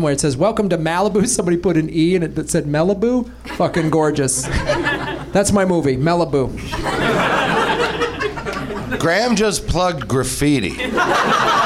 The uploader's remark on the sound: Live from the NerdMelt Showroom in LA